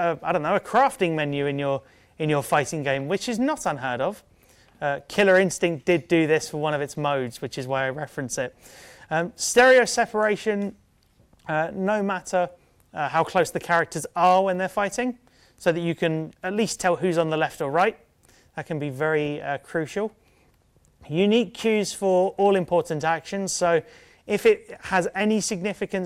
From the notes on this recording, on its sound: A talk at the 2018 Gaming Accessibility Conference